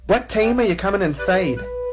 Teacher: For starters, the I sound becomes the A sound in a lot of words.